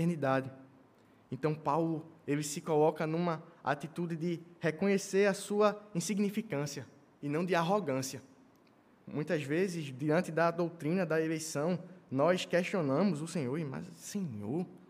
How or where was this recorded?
large echoing room